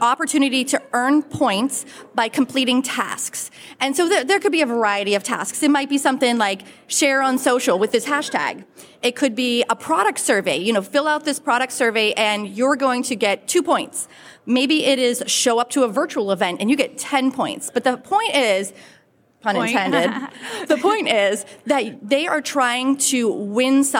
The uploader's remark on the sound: This episode was recorded in front of a live audience at Sub Summit 2023 in Dallas, Texas at the SUBTA Studios Stage.